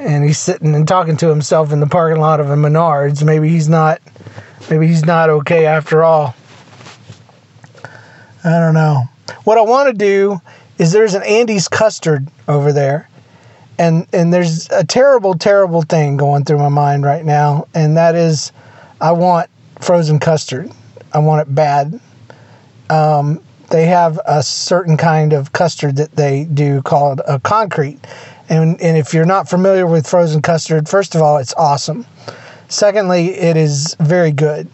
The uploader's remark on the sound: Just me sitting in my truck waiting on my glasses to get fixed.